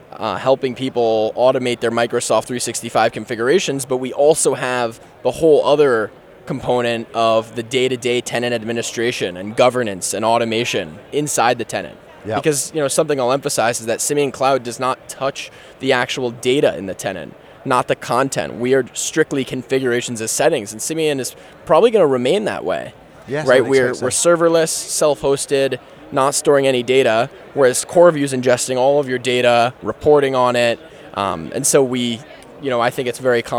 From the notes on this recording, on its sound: The boys are in Amsterdam at ESPC23 and bring the spectacle of M365Distilled, live from the CoreView booth! Picture this: a room buzzing with energy, the smell of fresh Stroopwafels in the air.